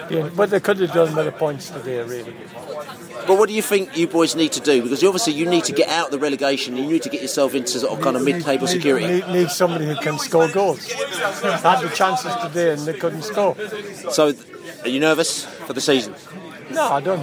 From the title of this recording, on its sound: post-match podcast from the train